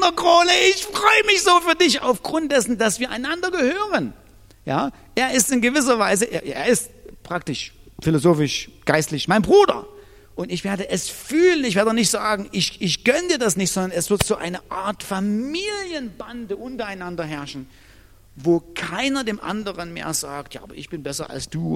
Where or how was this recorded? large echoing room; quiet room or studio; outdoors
large echoing room